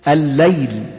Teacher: الليل، شايف الليل هنا طبعا نحن نطقناها لأن هي أصلا ليل، فأدغمنا اللام الأولى في الثانية فنطقنا هو النطق للحرف الثاني مشددا · Term: لام شمسية